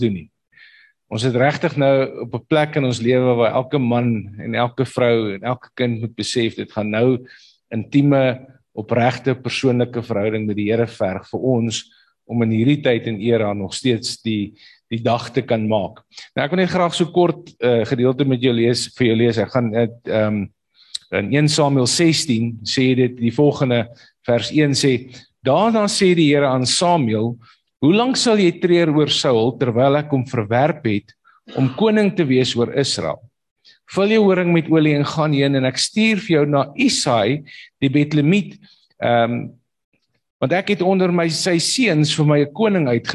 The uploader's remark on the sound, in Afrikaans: Manne van die Woord Zoom Byeenkoms